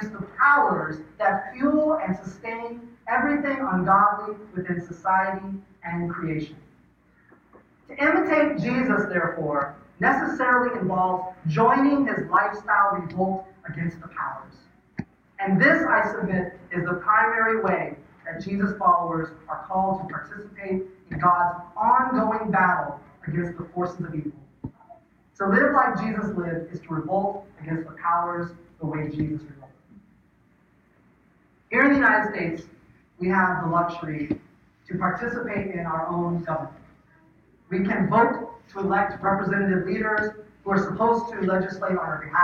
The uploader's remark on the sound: The audio for this sermon is not up to our typical standards